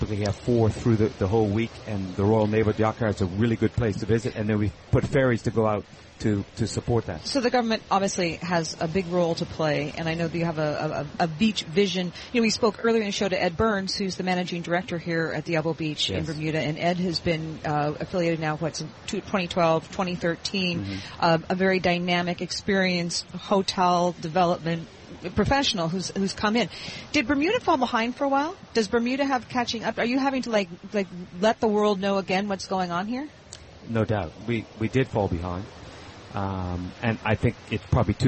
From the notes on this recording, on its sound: Broadcasting live from Elbow Beach Bermuda.